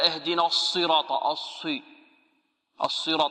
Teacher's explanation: يدور شفتيه كي يفخم الحرف، وهذا خطأ